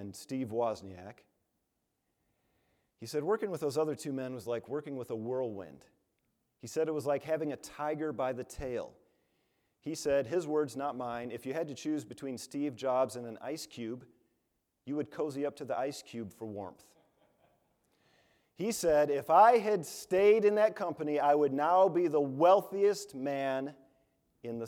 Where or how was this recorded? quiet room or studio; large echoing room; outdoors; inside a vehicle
large echoing room